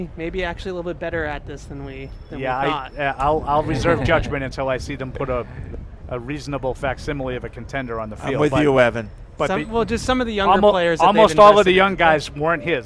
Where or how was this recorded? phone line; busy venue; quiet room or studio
busy venue